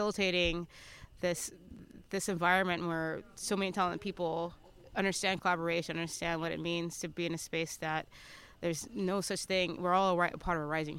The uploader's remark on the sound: Joined the Shacksbury Cider team for their annual Harvest Camp (also known as Shackscamp)! Hosted at Camp Betsey Cox in Pittsford, Vermont. We gathered the whole crew around a picnic table to record a special on-location episode of HRN Happy Hour.